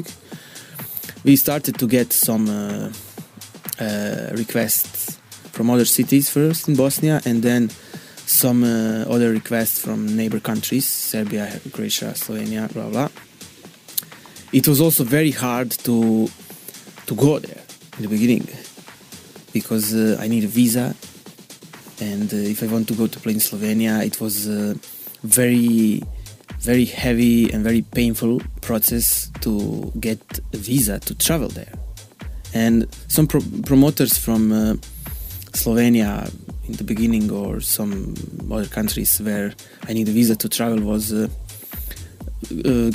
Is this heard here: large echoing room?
no